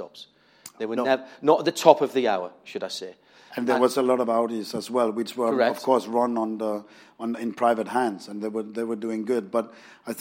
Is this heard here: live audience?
yes